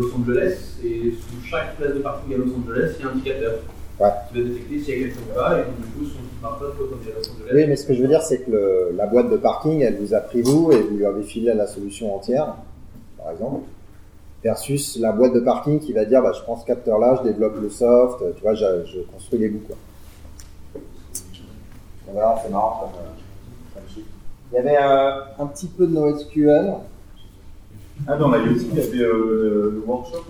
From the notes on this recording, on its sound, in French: Un épisode en direct du Snowcamp 2016 à Grenoble.